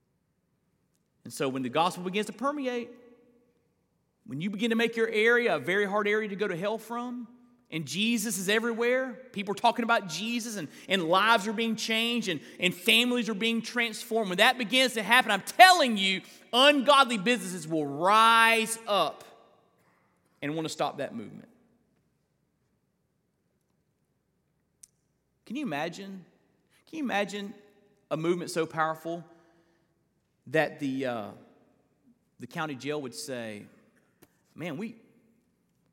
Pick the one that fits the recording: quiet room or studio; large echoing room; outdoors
large echoing room